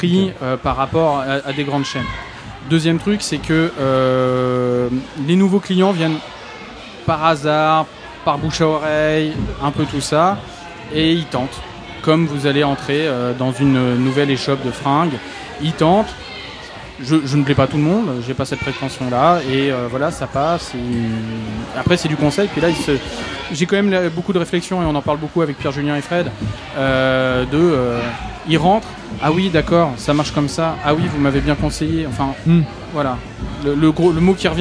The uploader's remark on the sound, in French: Dans cet épisode entièrement enregistré au festival de la BD NormandieBulle.